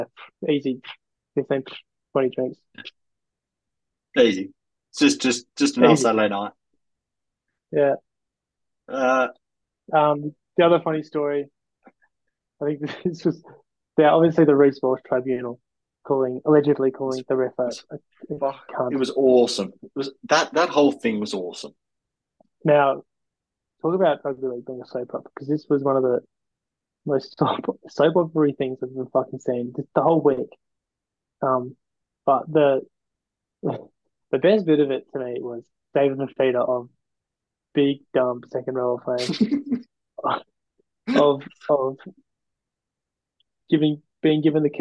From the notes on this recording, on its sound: The boys are back after an extended break with their very first zoom podcast.